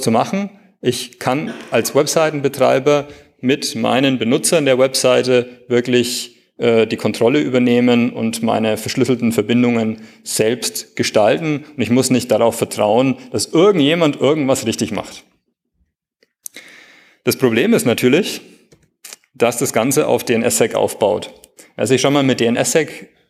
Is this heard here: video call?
no